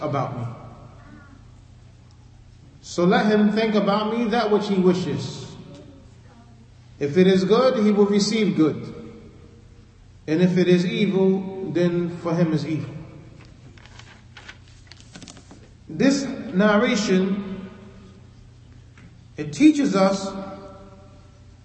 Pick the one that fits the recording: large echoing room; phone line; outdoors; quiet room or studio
large echoing room